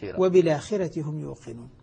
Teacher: ألقيت حركة الفتح على اللام وأسقطت الهمزة